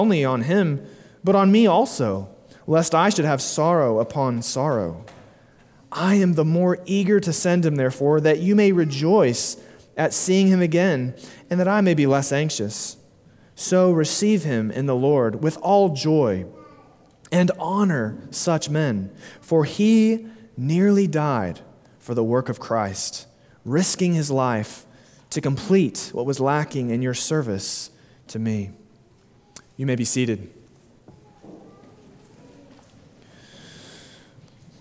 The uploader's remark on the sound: Sermon delivered at Immanuel Baptist Church in Springdale, AR.